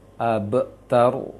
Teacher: kokolah di surah Al-Kautsar ini adalah kokolah kecil, maka ringankan sedikit untuk pantulannya